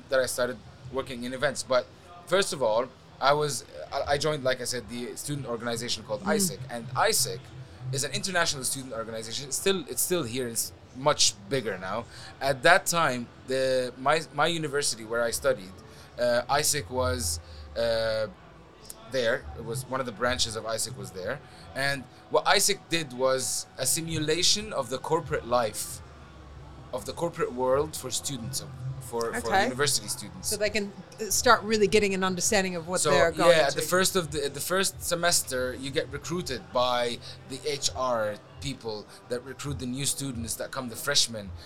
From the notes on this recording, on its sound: Live from MEES. These episodes were recorded at the hugely successful Middle East Event Show.